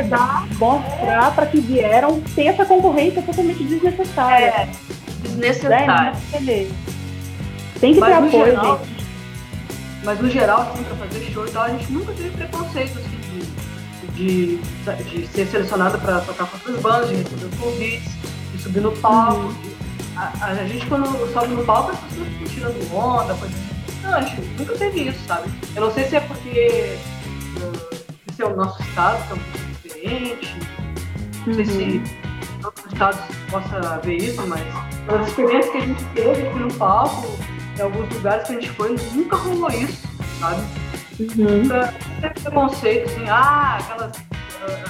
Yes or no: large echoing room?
no